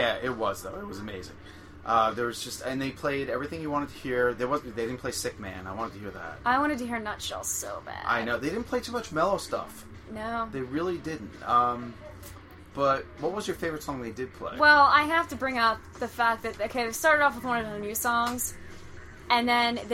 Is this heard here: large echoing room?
no